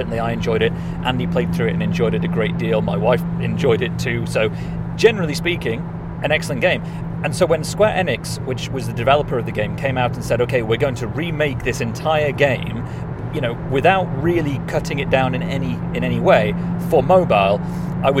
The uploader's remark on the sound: Live From The Southbound M1 In a Blizzard